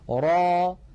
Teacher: را را تتألف من راء مفتوحة بعدها ألف وليس في آخرها همزة، ليس في آخرها همزة. را هذا مد طبيعي، ألف مسبوقة بفتحة، نمدها بمقدار حركتين، ونحرص ألا نخرج في آخرها همزة